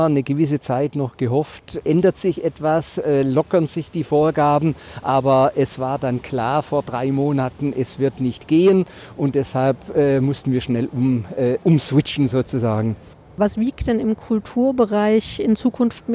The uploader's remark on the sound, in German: auf dem Uniplatz